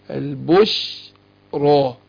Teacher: خد بالك هي الشين حرف مرقق، فهنا اقول وجاءته البشرى وفخم الراء، لكن ما اجيبش اقول بش كده، لا البش مرققه ما قلتش البشرى فانا فخم الدنيا كلها على بعض، لا البشرى.